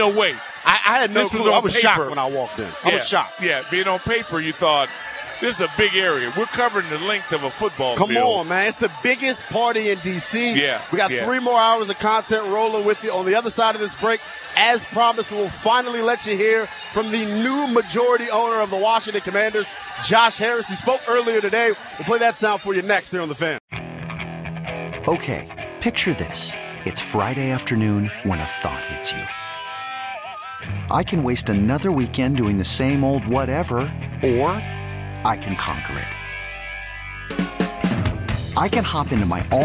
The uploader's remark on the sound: live from the Burgundy & Sold Party